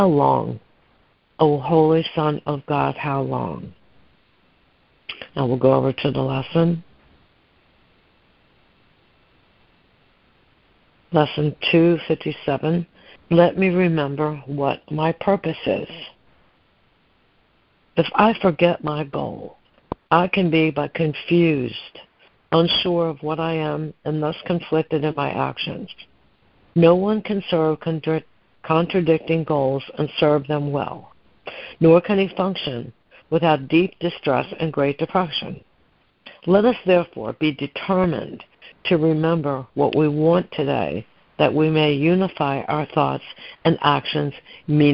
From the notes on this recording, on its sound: ACIM Daily Conference Call